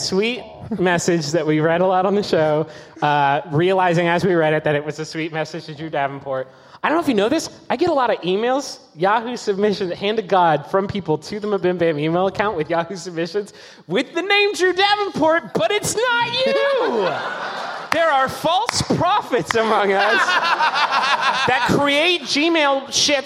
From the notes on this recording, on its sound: Live from the Masonic Lodge at the Hollywood Forever Cemetery!